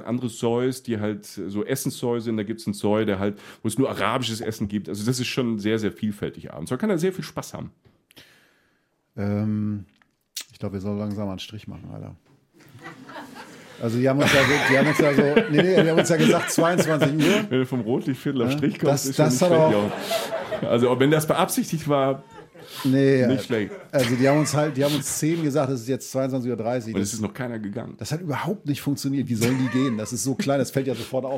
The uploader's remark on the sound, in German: Live vor Publikum haben wir beim 1LIVE Podcast Festival in Köln unsere neue Folge aufgenommen.